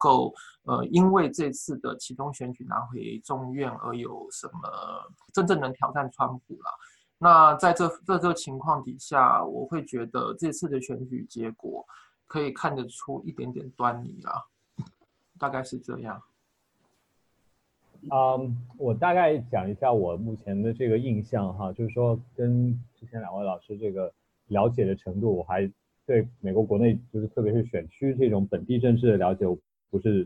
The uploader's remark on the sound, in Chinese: 本次播客又是由区块链媒体平台Matters组织策划的在线圆桌。将在线圆桌做简单后期处理。